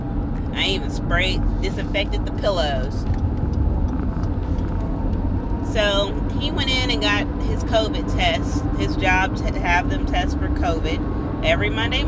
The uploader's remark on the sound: episode in the car